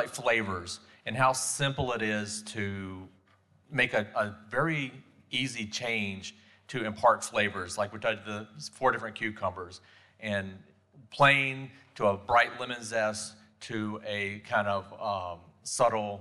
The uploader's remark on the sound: Live from Director's Conference 2023. We are recording live from the GaDOE School Nutrition Division's Director's Conference 2023.